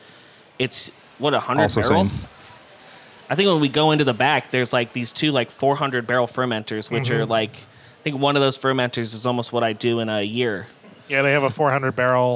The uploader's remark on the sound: while at i-Best, a conference organized by the Iowa Brewers Guild and hosted this year by Toppling Goliath